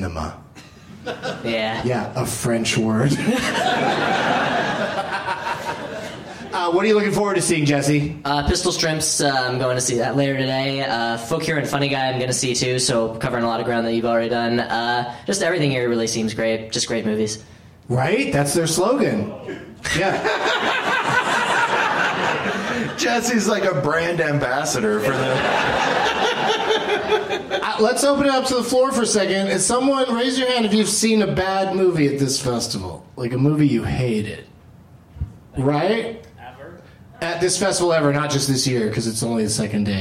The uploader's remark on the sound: Live from the Traverse City Film Festival